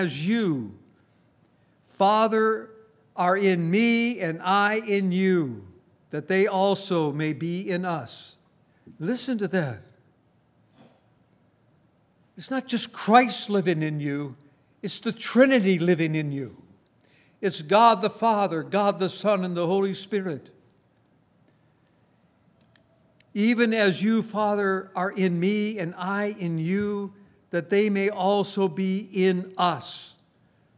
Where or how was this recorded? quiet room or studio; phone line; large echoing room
large echoing room